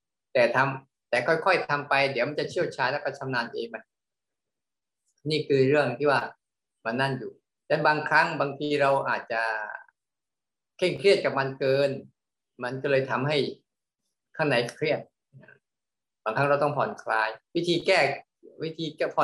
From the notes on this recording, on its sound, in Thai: คอร์สออนไลน์ (ผ่านโปรแกรม Zoom)